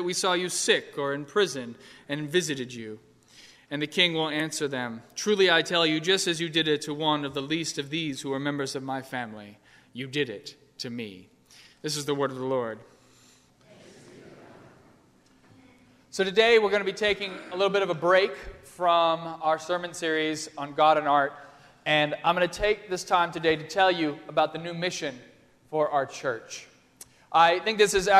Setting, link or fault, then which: setting, large echoing room